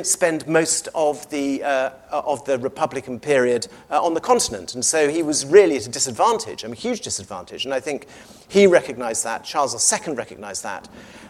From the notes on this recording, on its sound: recorded on 14 June 2023 at David Game College, London